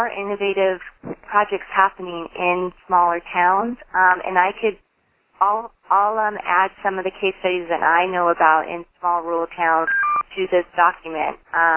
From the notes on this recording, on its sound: Call recorded on March 24, 2011.